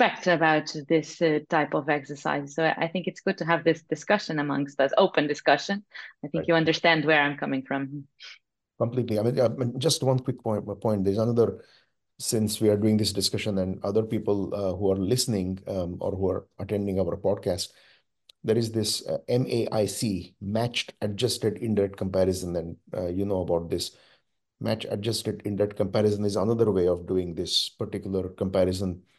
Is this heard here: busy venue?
no